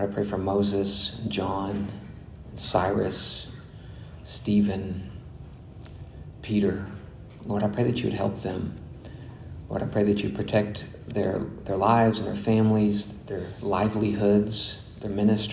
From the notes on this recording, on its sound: delivered at Grace Bible Church of Conway in December of 2021